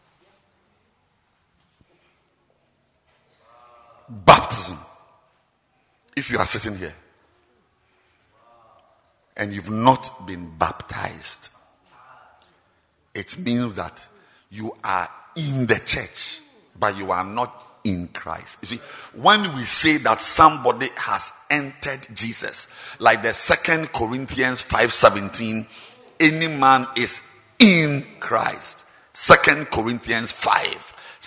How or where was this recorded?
large echoing room